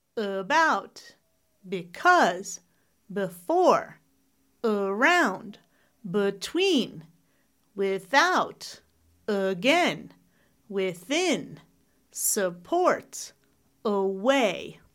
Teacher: the top 10 two-syllable words where we're stressing the second syllable